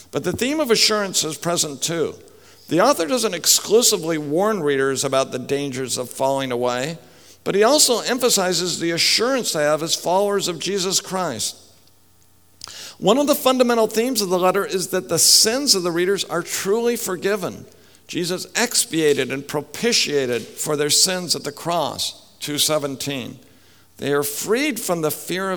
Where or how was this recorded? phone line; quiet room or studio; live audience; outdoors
live audience